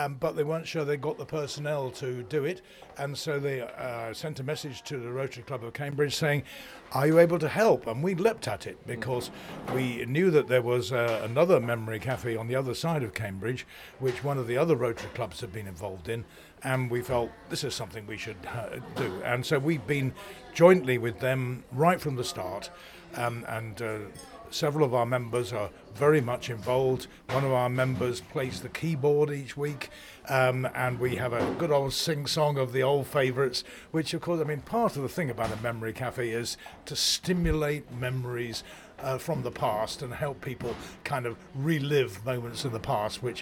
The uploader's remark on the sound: visits the Trumpington Memory Café, which is celebrating its 1st birthday.